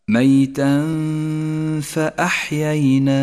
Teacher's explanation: المثال التالي لاحظ حكم الإخفاء عند قوله تعالى أومن كان ميتا فأحييناه، ميتا فأحييناه، التنوين وبعده حرف الفاء، يحتاج التنوين إلى غنة زمنها حركتان من غير تشديد للفاء